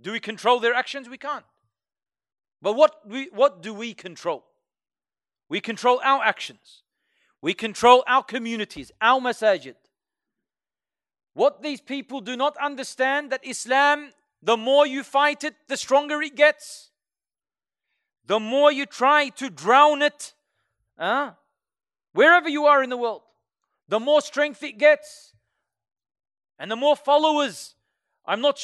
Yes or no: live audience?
yes